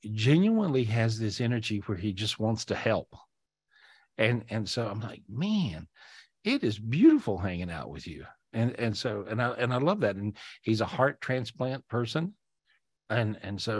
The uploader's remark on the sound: This was recorded LIVE on Zoom.